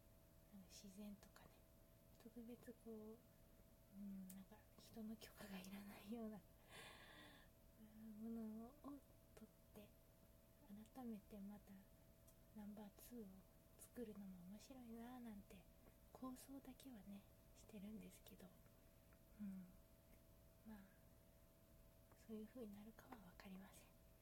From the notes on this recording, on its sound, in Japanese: From Radiotalk。スマホの調子が悪くて音質わるくなってしまった。